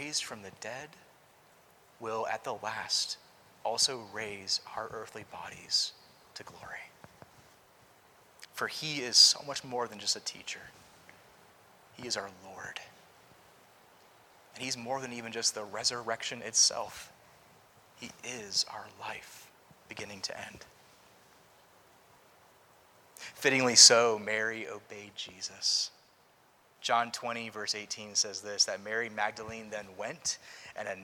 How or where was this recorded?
large echoing room